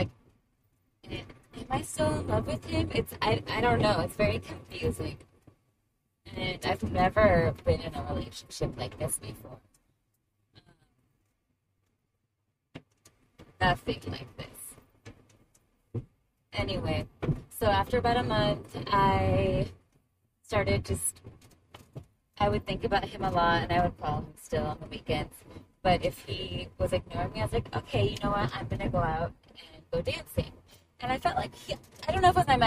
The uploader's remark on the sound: I decided to share the first audio message I sent to my old counselor.